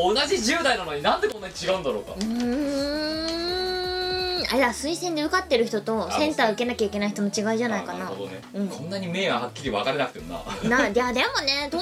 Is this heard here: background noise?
yes